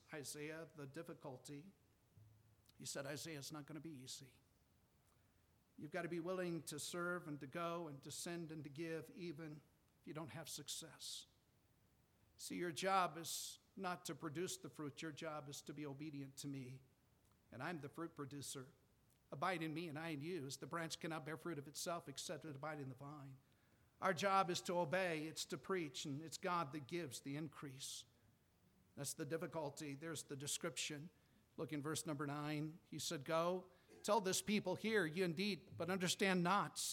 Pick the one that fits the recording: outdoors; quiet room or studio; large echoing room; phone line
large echoing room